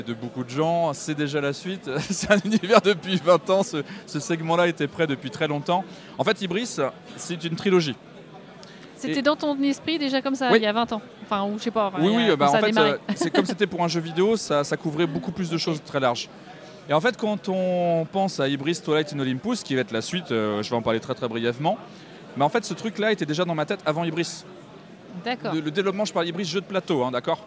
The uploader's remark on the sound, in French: Rencontre lors du Festival international des jeux de Cannes sur le stand d 'Intrafin